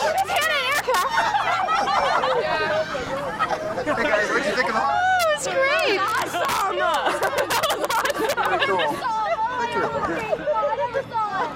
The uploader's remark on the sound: Thrill to sounds and smells of a trio of Seattle Haunt Tours. Stocker Farms' Field of Screams, the Seattle House of Horrors and Dark Hollow Haunted Forest.